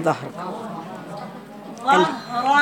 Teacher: أيوة الظاء مفخمة والهاء رقيقة